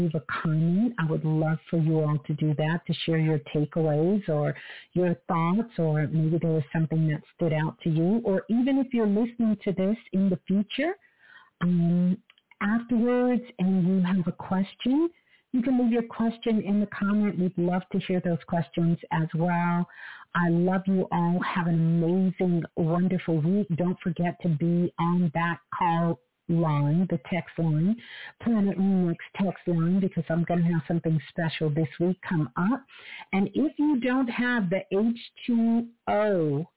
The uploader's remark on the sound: Sunday Live. Call In Show.